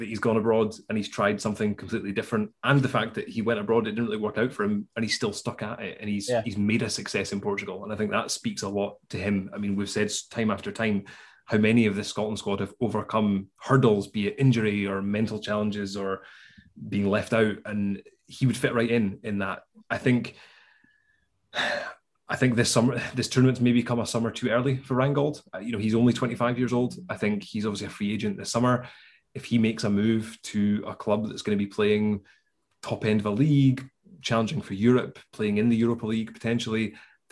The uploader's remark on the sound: round the zoom call table